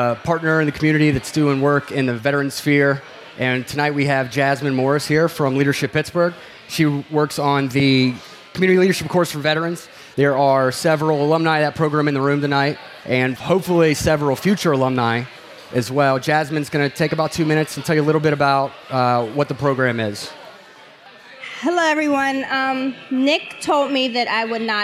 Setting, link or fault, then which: setting, busy venue